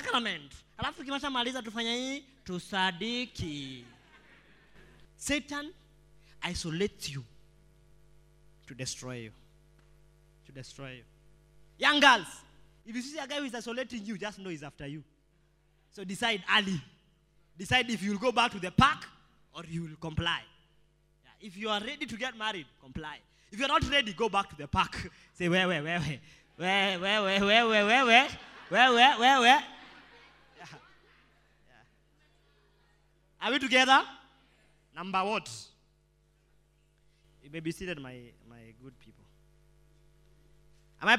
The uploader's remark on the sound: preached during our Sunday service